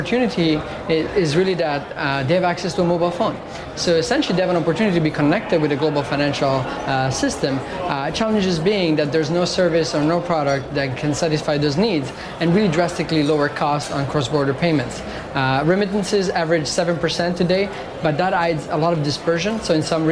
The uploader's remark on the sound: live from the New York Stock Exchange